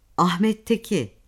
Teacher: Türkçe'de bu harf diyaframdan gelen hava yardımıyla söylendiğinden H gırtlak sesi olarak adlandırılmıştır. Örnek, Ahmet'teki H sesi gırtlaktan söylenmez